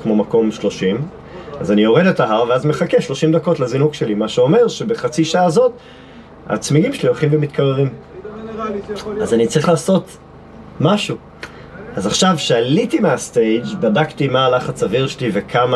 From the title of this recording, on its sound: LIVE from the Golan Heights Hill Climb